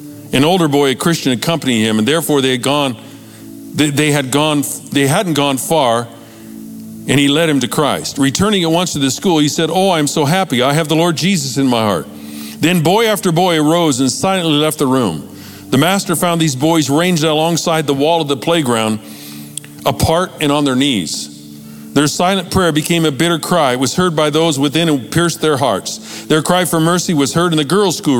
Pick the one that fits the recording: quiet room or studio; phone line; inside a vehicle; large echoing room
large echoing room